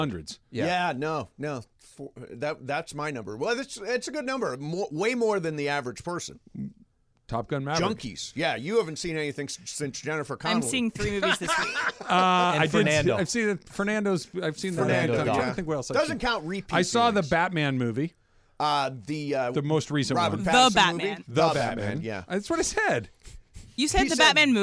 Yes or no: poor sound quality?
no